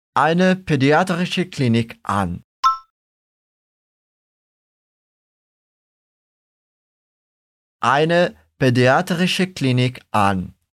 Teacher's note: essa partícula an, que a gente pronuncia bem aberto, sem nasalizar